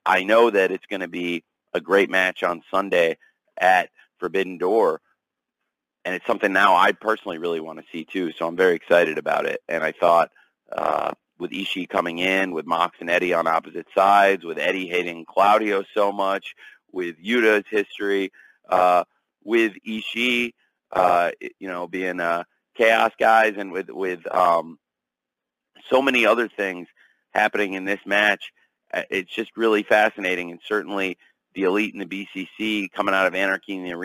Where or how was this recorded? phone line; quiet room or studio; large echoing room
phone line